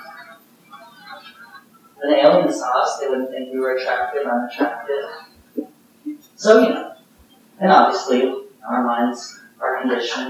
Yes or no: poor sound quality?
yes